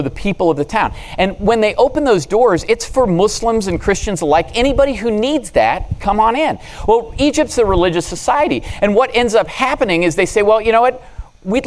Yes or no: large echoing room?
yes